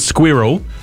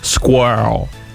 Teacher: just say it like an American and go squirrel. Turn it into one syllable. · Shown in: second take · Instead of squirrel, squirrel.